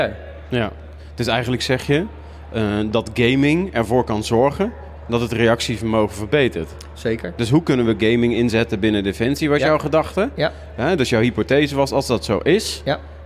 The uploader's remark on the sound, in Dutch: live op de Invictus Games op de podbank